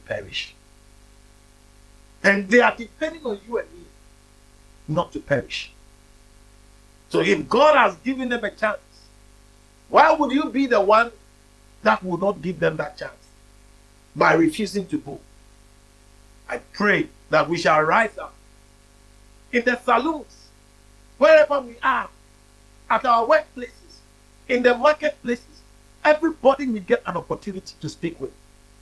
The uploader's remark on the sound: preached at the Living Waters Cathedral